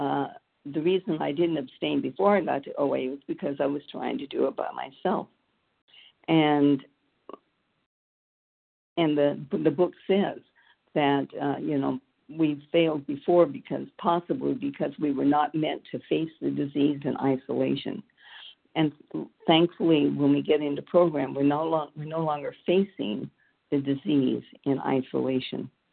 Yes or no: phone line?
yes